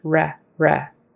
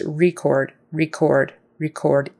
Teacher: For the noun, record, it's a short E, re, re. If it's a verb, it's record, record, record, E, long E.